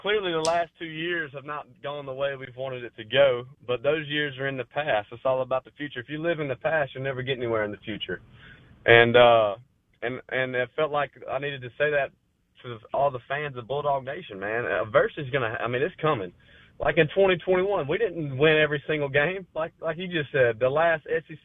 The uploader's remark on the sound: Joins the show on the Farm Bureau guest line talking about baseball and beyond live in the BankPlus Studio.